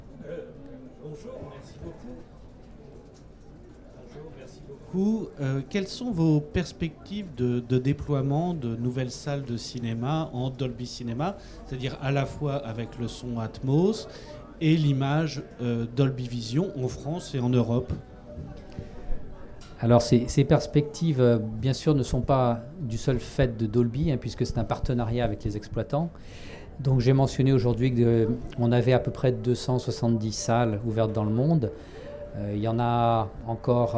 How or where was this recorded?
busy venue